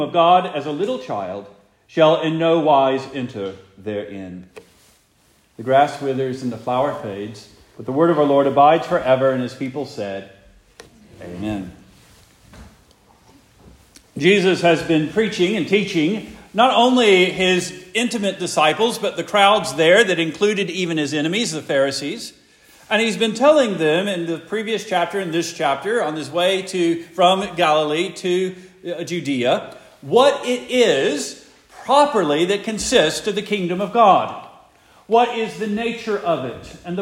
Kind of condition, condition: setting, large echoing room